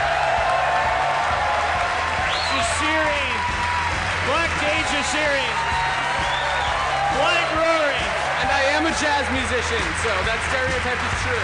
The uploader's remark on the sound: LIVE from 92y in NYC